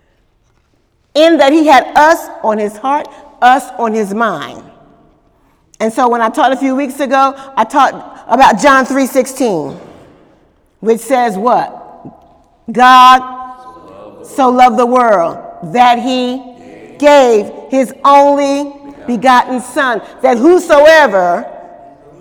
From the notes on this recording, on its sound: During Wednesday night service